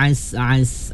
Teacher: ain tu kena jelas, jangan bunyi hamzah